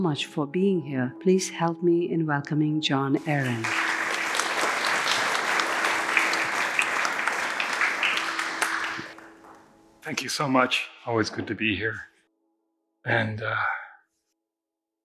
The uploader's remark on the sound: The Rubin Museum of Art presents a weekly meditation session led by a prominent meditation teacher from the New York area. This podcast is recorded in front of a live audience.